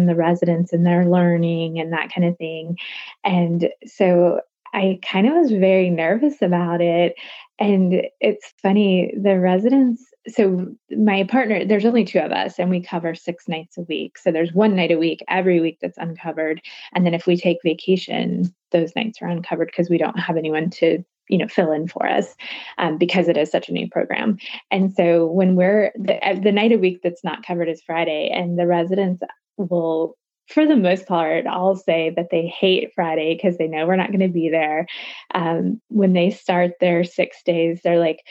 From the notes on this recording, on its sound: The interview was conducted via Skype